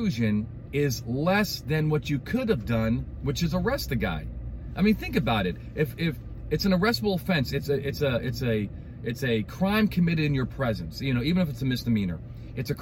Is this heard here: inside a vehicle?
yes